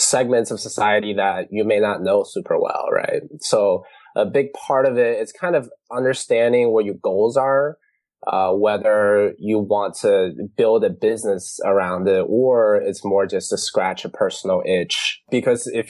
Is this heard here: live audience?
no